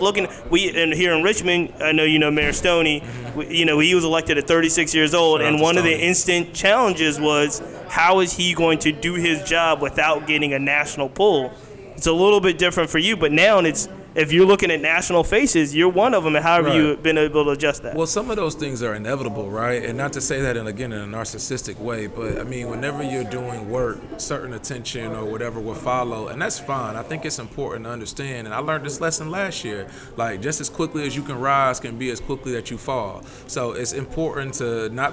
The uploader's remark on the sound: This podcast was recorded live at Brewer's Cafe on the southside of Richmond. Brewer's Cafe is a happening shop and we recorded in the middle of the action. We were not in a studio, so you will hear background noise and the hustle of the day.